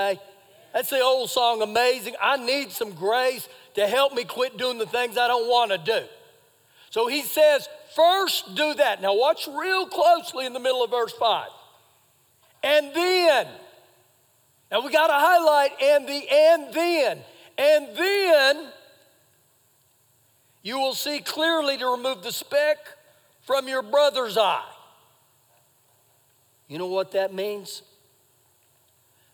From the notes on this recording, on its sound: Recorded live during our Sunday morning service.